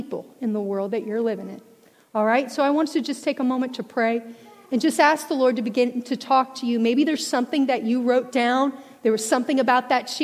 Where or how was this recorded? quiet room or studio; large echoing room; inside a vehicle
large echoing room